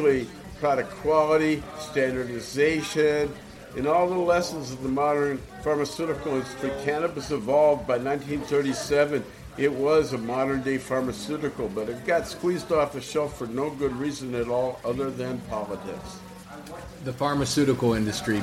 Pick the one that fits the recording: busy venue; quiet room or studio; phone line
busy venue